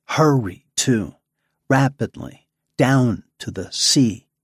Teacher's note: In the previous passage, Bishop tacks to and from the pentameter line with great freedom, subordinating iambic feet to dactylic meter in the 10-syllable line